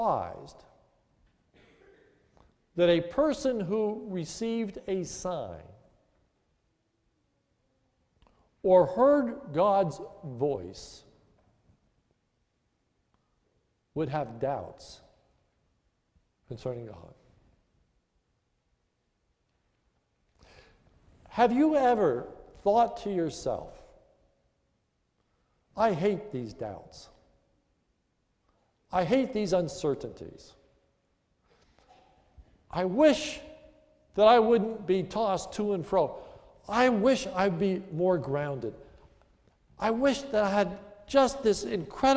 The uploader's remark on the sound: This is a sermon recorded at the Lebanon Bible Fellowship Church, in Lebanon, PA, on 10/26/2014 during the morning service.